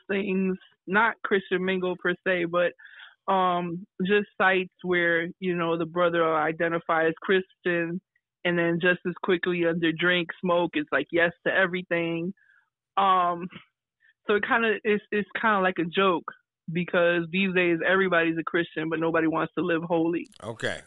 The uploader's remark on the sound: The Counselor live (Interviewers a Caller).